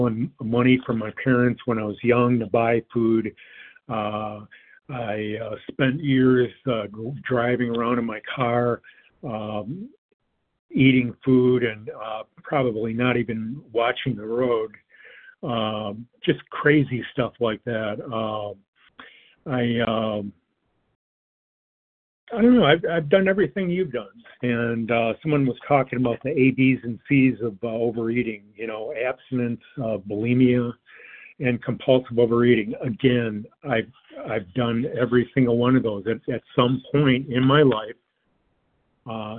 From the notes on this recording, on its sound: 100 Pounders Phone Meeting